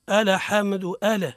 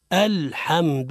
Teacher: ويقع الخطأ في اللام من أوجه هي قلقلته · Shown in: first take · شقوله ألا حمد ألا، هذا خطأ يا سيدي.